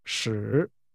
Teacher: Third tone, falling, rising.